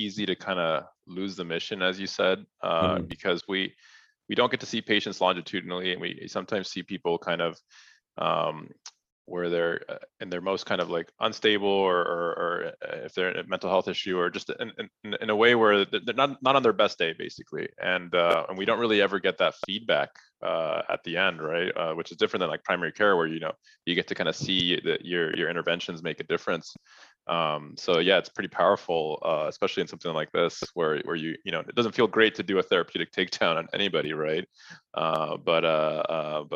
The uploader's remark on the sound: This episode of the Physician Grind was recorded in our first ever Virtual Open Mic on 3/16/2022.